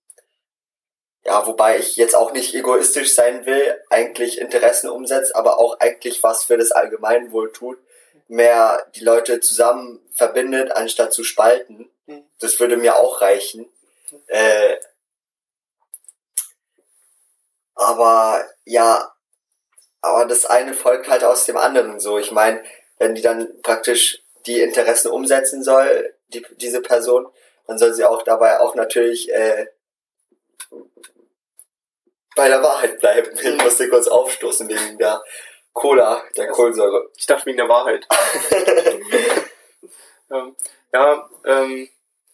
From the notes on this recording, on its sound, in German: Sorry für die Audioqualität in dieser Folge.